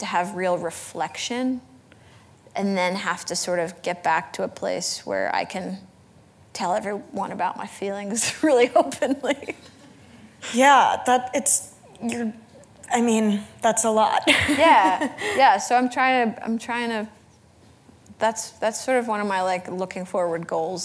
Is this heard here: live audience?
yes